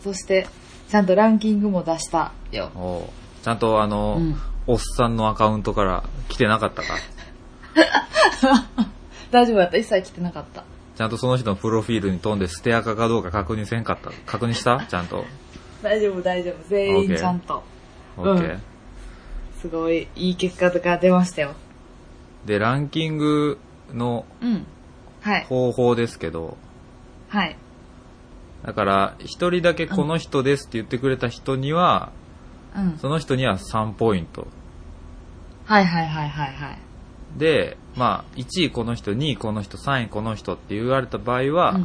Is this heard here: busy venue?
no